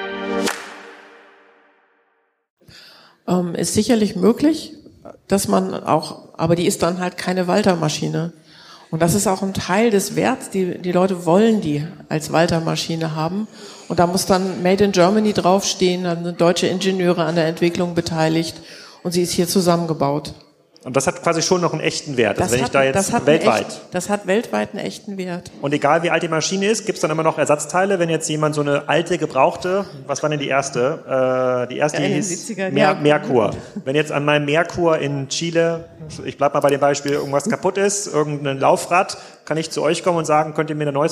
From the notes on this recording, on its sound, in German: Die Folge wurde live aufgenommen im Rahmen des Waterkanfestivals in Kiel.